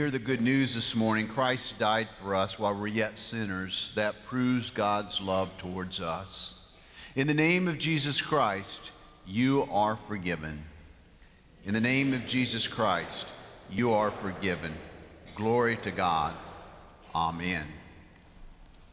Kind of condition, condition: setting, large echoing room